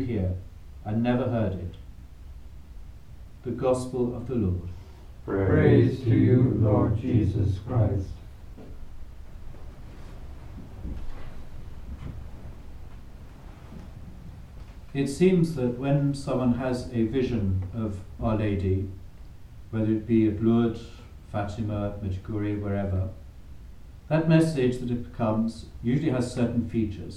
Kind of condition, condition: setting, live audience